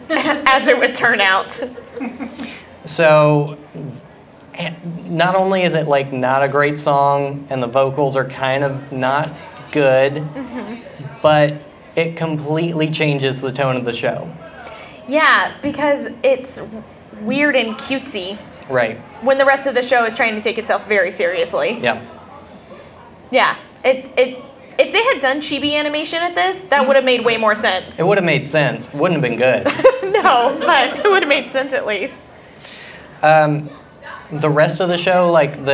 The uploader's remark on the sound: Live at AnimeCTX in Austin, TX.